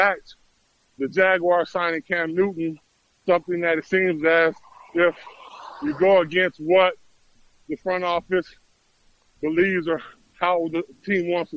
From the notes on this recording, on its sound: on the Beach walking